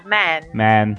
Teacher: Então, aí no singular que complica, porque é uma vogal que a gente não tem em português. Ele é um misto de A com E.